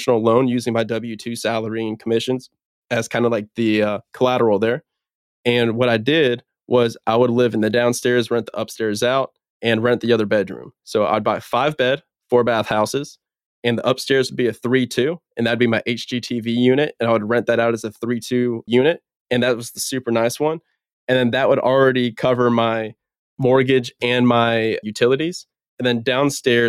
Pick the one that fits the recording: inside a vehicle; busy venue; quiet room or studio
quiet room or studio